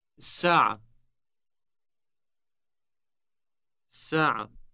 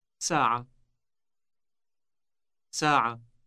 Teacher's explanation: Note that the initial S sound is elongated. · Shown in: first take · Term: long S